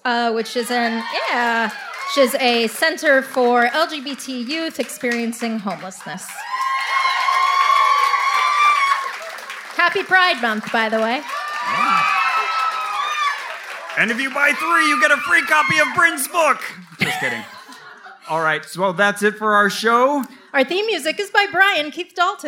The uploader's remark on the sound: They tell a live audience in Dallas, Texas.